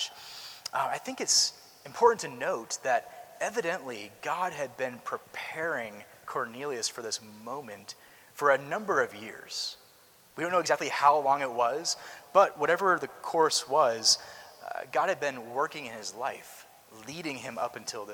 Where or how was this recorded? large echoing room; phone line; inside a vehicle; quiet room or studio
large echoing room